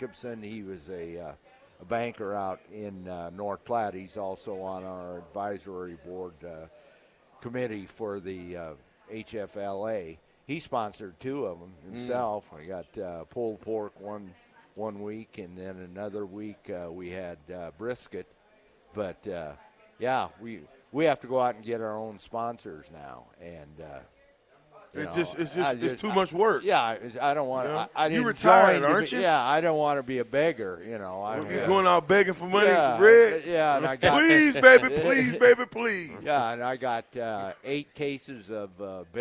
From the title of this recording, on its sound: LIVE at Wingstop